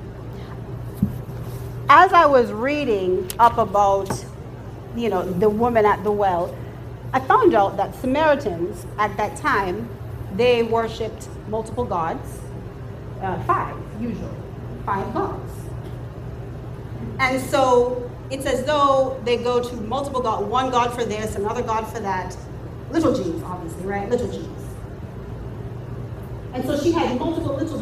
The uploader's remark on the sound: In today's episode I am sharing another excerpt from the Women's conference where I spoke at my local Christian Church Women's group.